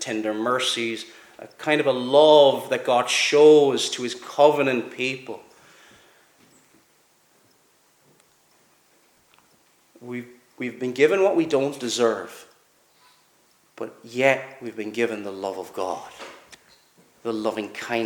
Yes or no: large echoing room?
yes